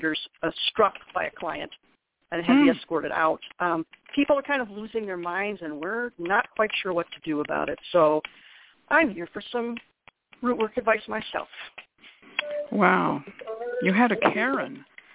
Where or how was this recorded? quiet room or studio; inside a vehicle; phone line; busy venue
phone line